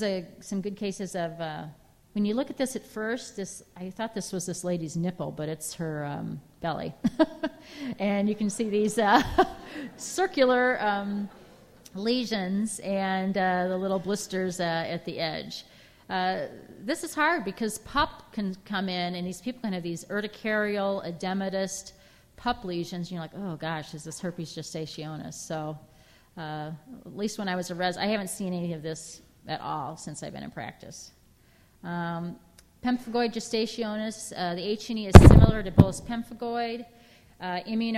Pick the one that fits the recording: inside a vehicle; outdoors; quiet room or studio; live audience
live audience